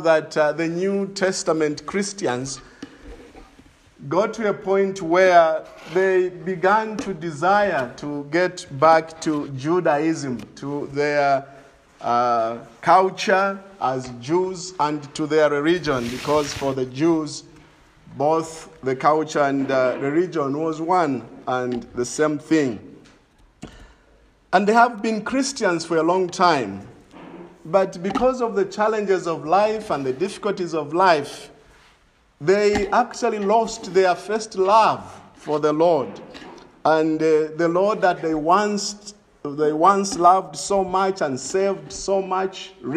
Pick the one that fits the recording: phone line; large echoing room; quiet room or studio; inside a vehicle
large echoing room